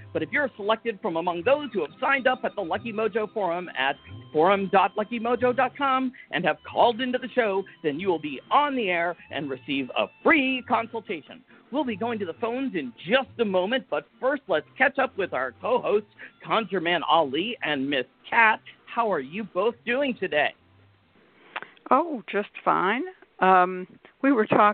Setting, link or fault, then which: link, phone line